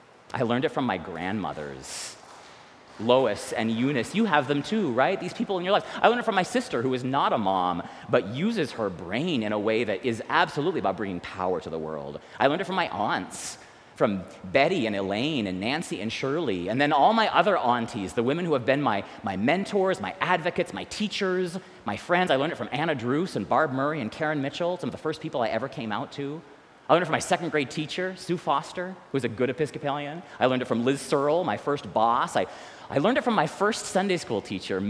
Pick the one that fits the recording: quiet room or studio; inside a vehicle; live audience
live audience